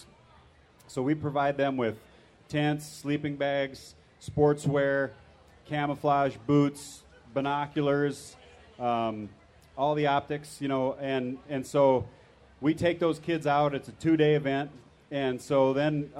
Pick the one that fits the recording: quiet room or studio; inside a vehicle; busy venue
busy venue